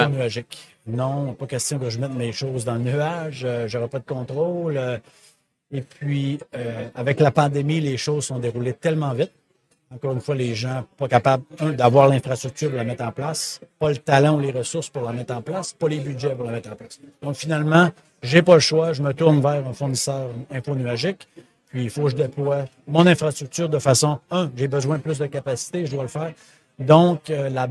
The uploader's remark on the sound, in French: En direct du Hardtech à Toronto